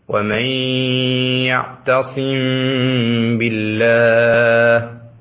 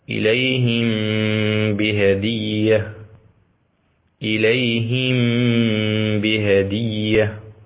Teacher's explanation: الحكم الأول من أحكام الميم الساكنة هو الإخفاء، ويقع قبل الباء. إذا سكنت الميم قبل الباء فإنه هنا يكون حكمها الإخفاء مع الغنة. مثال ذلك قوله تعالى: ومن يعتصم بالله. · Term: الإخفاء الشفوي